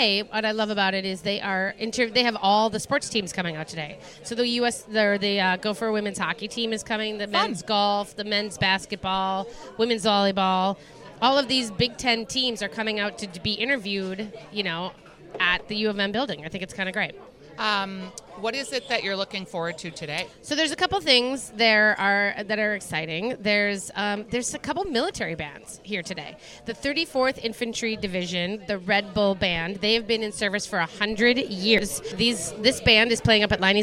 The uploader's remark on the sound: Live from the Salem Dining Hall